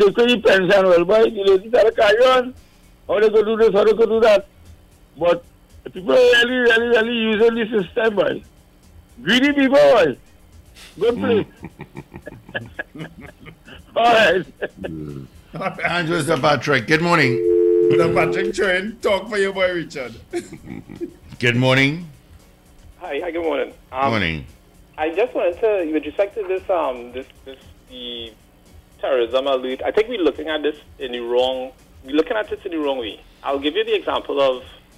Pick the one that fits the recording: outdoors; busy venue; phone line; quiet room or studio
phone line